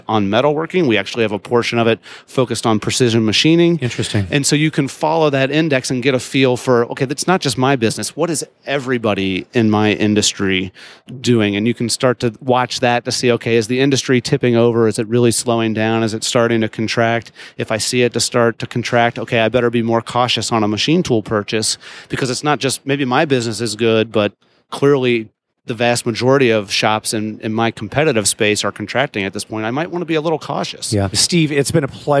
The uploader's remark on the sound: Live from IMTS 2018